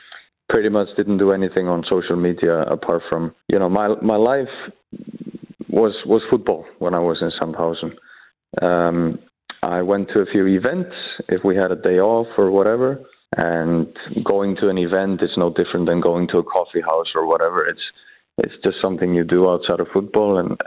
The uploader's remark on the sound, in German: Er packt am Telefon